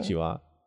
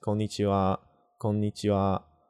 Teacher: And I'm putting stress on the ni instead of any pitch accent. · Shown in: first take · So it's a low to high kind of pitch.